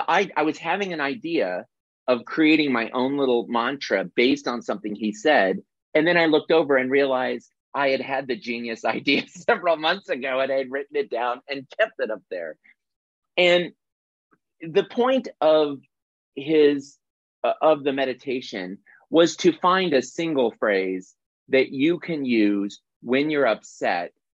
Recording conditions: video call